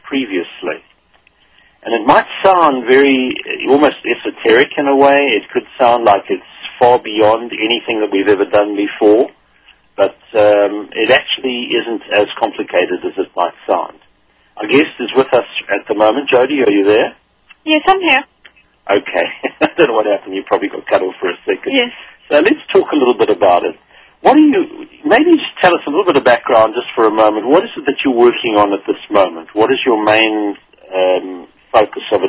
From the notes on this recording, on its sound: coaches phone-in callers